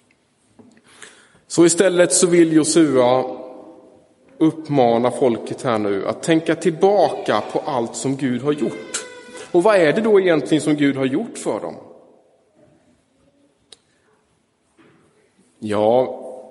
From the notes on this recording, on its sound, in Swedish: Inspelad i Roseniuskyrkan den 13 augusti 2023